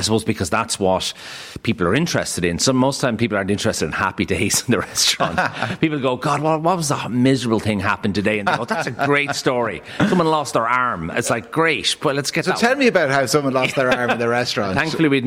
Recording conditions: busy venue